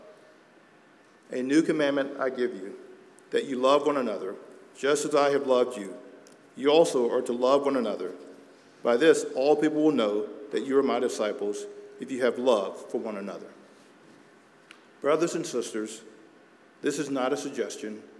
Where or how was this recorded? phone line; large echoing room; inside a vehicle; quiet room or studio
large echoing room